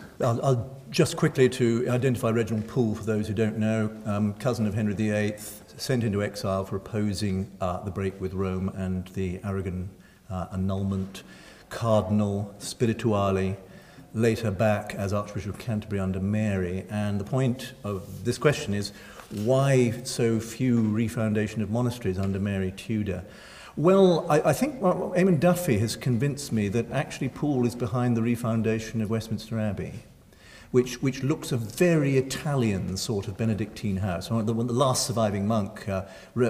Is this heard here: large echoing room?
yes